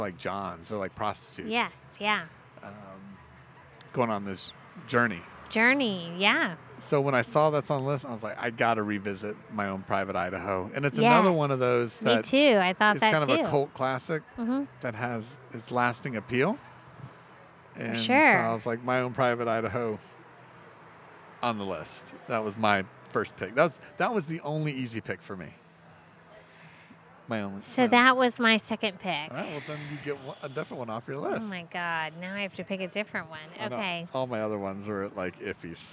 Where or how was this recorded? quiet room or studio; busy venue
busy venue